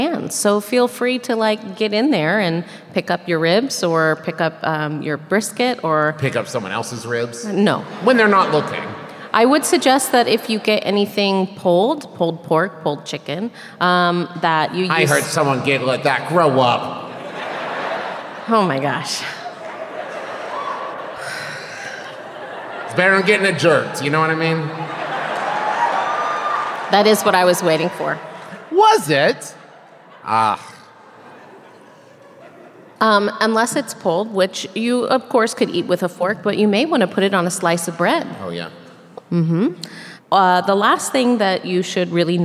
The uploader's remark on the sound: This week’s episode is the LIVE show from Kansas City, MO!